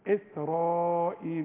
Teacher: والراء ما دام مفتوحه مفخمه هنقول اسرائيل، وتمد بقى اتنين الف عند الوصل وعند الوقف.